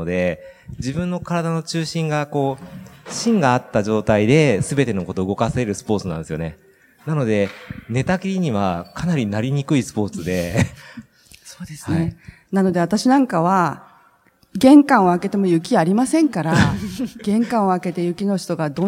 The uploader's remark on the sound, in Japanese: 北海道「丘のまち びえい宮様国際スキーマラソン」大会終了後公開収録にて対談をさせていただきました。